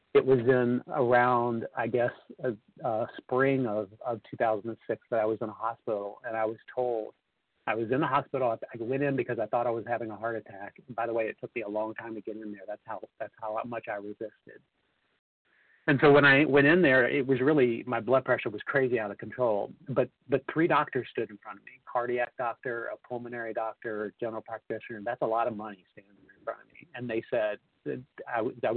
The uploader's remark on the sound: the 100 Pounders Phone Meeting, 4/27/23